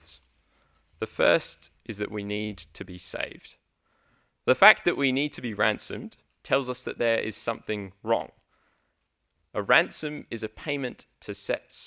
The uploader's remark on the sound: The first sermon preached at High Wycombe Church.